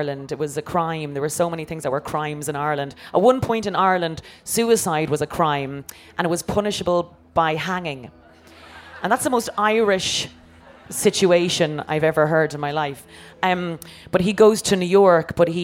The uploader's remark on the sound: Live at Latitude. In a special episode in front of a live audience at Latitude Festival.